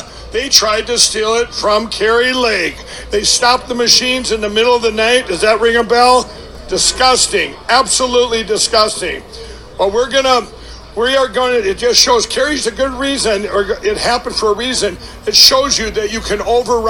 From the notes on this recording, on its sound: LIVE FROM CPAC TEXAS - DAY 2